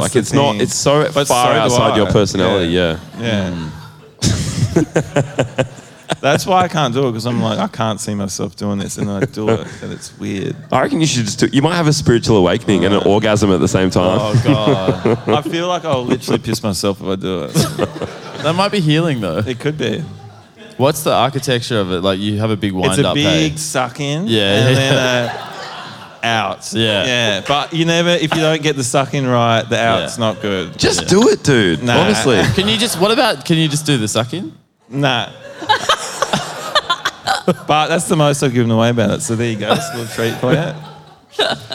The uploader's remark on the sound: Live in Brisbane. We did our first live pod in Meanjin and it went off! An unhinged chat in front of a fun crowd.